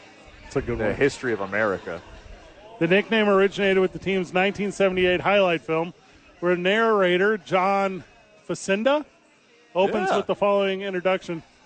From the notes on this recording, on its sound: live from Santa Fe Brewing